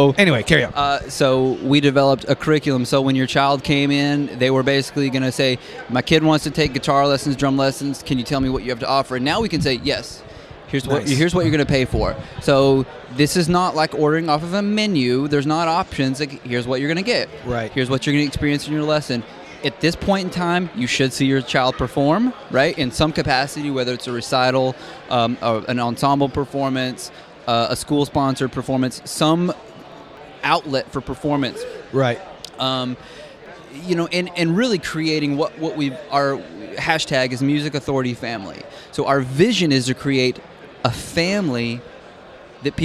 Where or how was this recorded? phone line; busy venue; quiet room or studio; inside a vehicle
busy venue